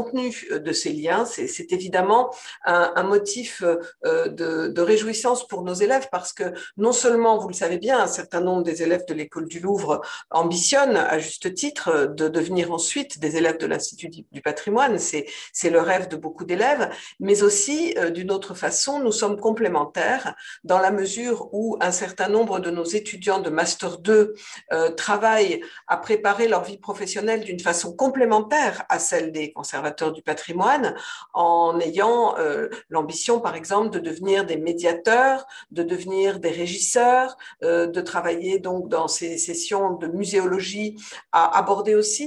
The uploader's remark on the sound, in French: Enregistré le 8 avril 2021 sur Zoom.